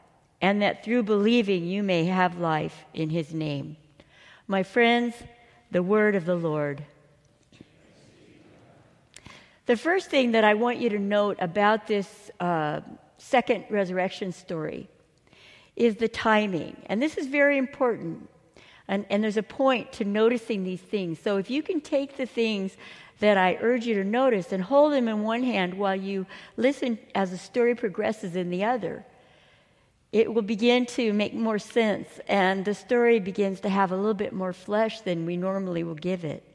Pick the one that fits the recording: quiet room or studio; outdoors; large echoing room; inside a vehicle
large echoing room